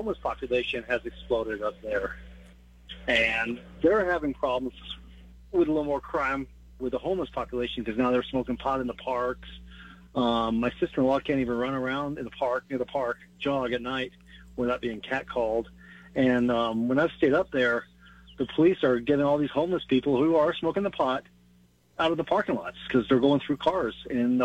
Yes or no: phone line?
yes